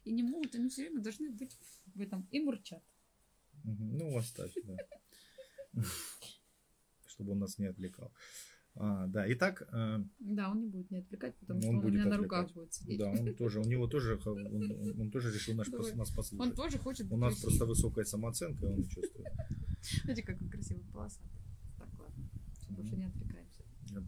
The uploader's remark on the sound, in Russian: Запись из эфира в инстаграм. В процессе записи к нам зашел котенок. Звук откровенно не получился.